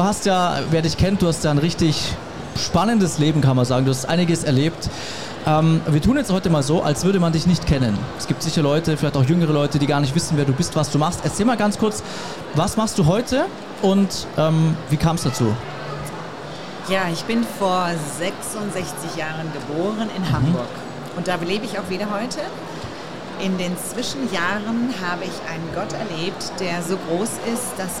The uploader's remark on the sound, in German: hier live auf der MEHR Konferenz 2024 in Augsburg